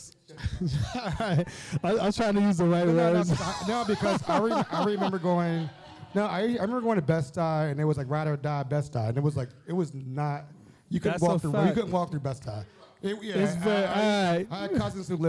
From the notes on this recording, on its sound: In our first live show at the Baltimore Peninsula. The episode was taped in front of a sold-out audience in the Penthouse Suite at the Baltimore Peninsula.